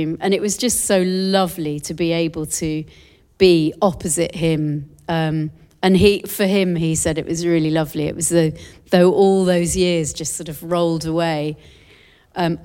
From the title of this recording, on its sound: Live in Sydney - 13th May 2023